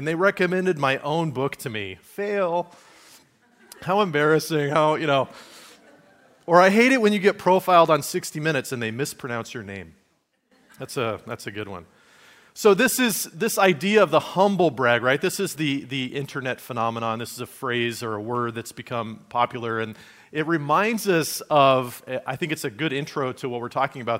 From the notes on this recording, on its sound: Message given at Liferoads Church in Spokane, Washington, on Sunday, March 26, 2023.